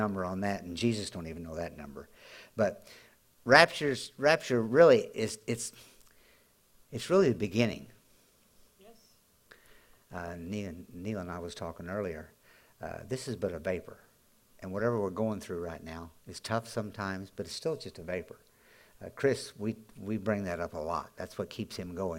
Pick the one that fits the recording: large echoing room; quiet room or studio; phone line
large echoing room